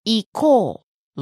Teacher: Now, it's spelled O-U, but it's pronounced as O. Kind of you hold it for an extra second. · Term: prolong the sound